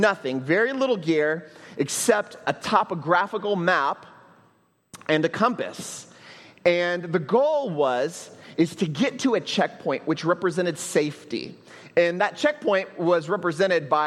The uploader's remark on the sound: at Trinity Church, Puerto Rico